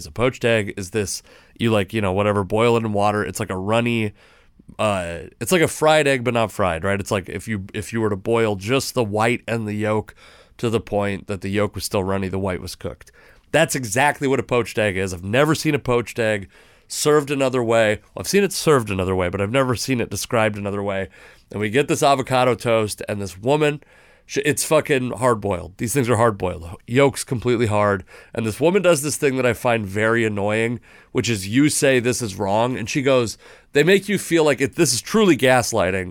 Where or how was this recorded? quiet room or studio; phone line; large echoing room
quiet room or studio